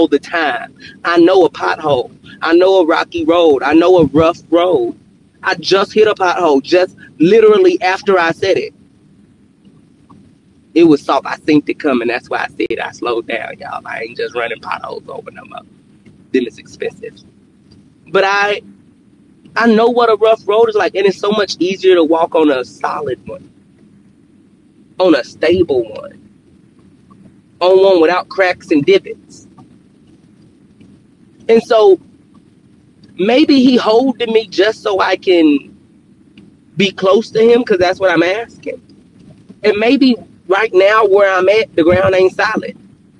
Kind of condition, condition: setting, inside a vehicle